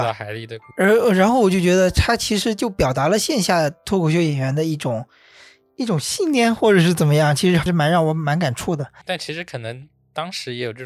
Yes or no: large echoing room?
no